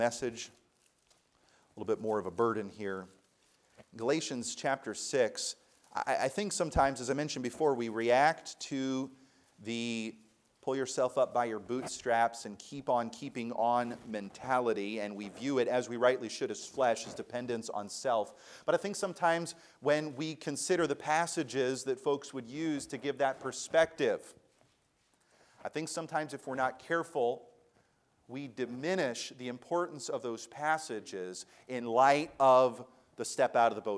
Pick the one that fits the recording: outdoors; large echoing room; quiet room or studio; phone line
large echoing room